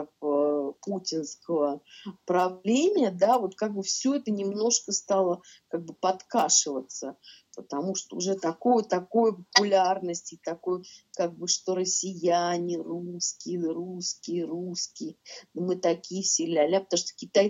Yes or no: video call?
yes